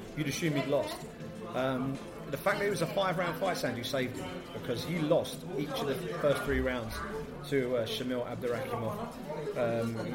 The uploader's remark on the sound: Watching UFC 206 from a casino! As they deliver their live reaction to the fights on an incredible night at UFC 206 as they watched the action unfold from the viewing party at the Grosvenor Casino Russell Square in London.